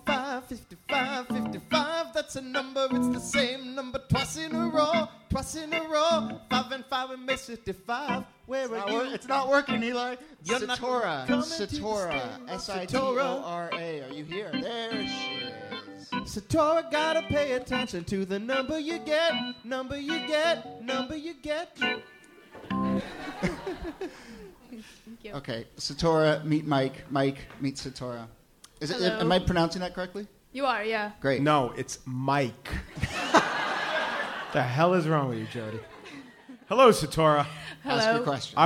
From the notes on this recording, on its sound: Ask Roulette is a conversation series in which strangers ask each other questions on stage. From our March show at Housing Works Bookstore in New York City.